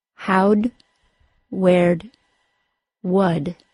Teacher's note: the word did is shortened to just the D sound. · Term: contractions